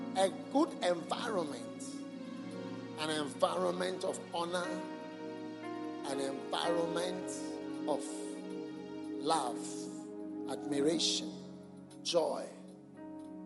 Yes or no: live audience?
yes